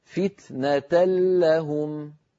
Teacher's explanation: ما بقي من التنوين شيء، لا ذاته ولا غنته، تحولت النون بجزئيها إلى لام وأدغمنا اللام في اللام فصار النطق بلام مشددة